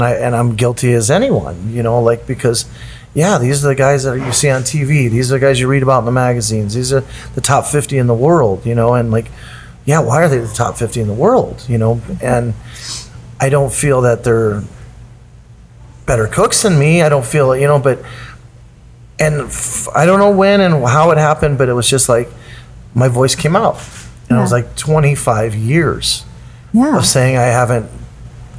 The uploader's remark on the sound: on Location at Acorn